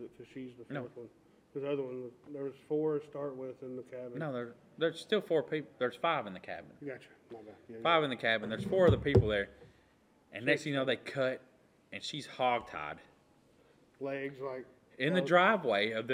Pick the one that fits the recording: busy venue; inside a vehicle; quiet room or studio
busy venue